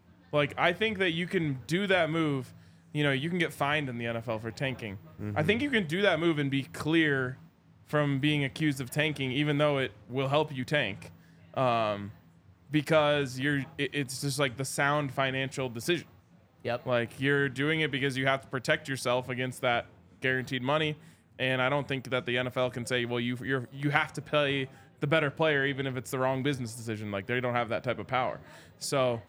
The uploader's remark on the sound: coming to you LIVE from the DNVR Bar